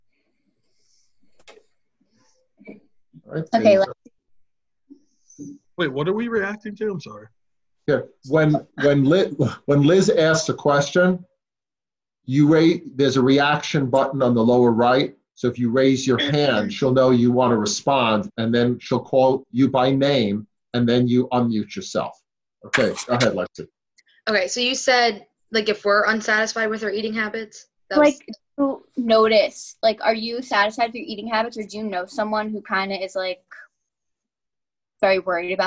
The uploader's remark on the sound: In this Roxboro House Roundtable, sponsored by Thomas Jefferson University's Arlen Specter Center. A zoom roundtable.